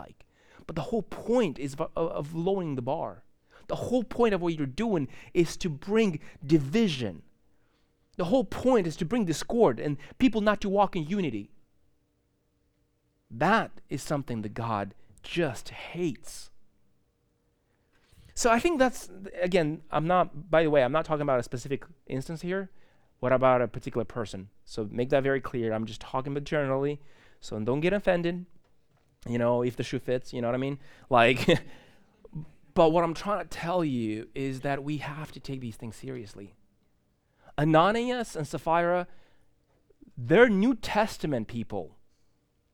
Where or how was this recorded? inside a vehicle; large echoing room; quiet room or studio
large echoing room